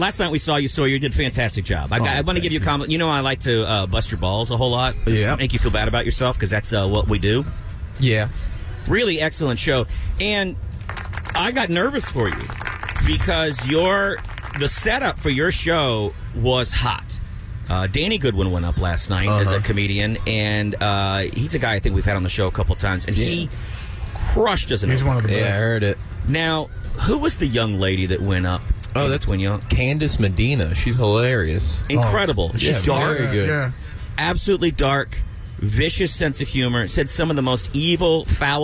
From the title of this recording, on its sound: Live From Republic Square